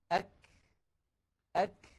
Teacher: الشدة والهمس في الكاف والتاء في زمنين متتاليين خلف بعضهما مباشرة وليس في زمن واحد، لأنه يستحيل على الإنسان أن يأتي بانحباس الصوت وجريان النفس في الزمن نفسه، وإنما هما خلف بعضهما هكذا.